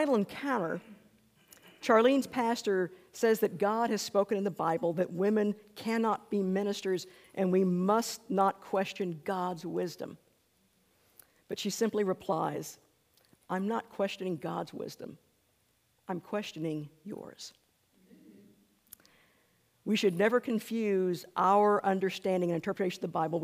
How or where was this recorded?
large echoing room